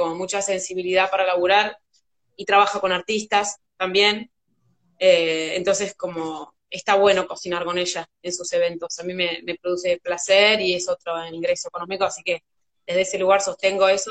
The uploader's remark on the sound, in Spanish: Audio extraído de IG LIVE